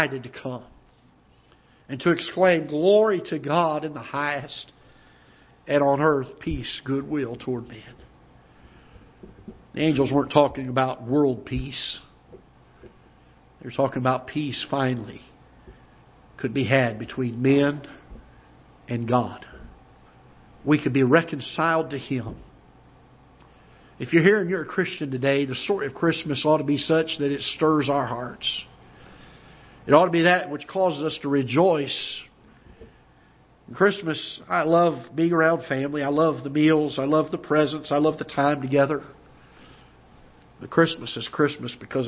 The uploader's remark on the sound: Ketha Heights Baptist Church ~ Live Broadcast